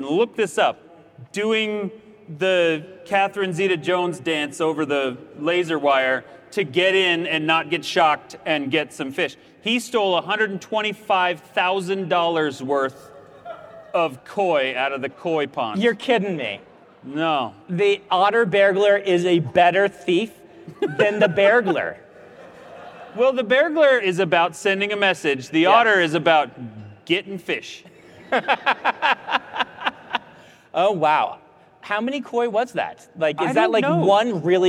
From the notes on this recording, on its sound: Live Q&A at Dragonsteel 2023!